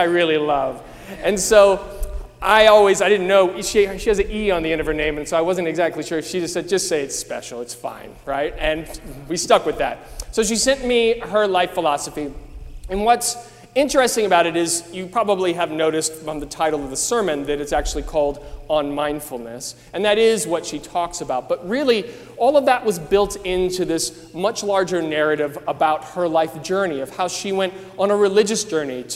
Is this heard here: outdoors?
no